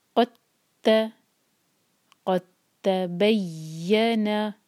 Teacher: ہم قاف کو تا سے ڈائریکٹ جوڑیں گے اور اسٹرانگ کریں گے